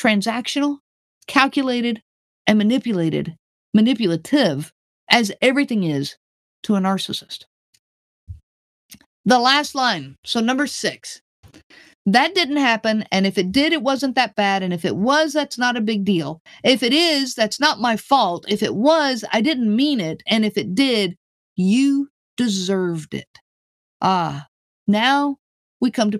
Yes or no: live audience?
no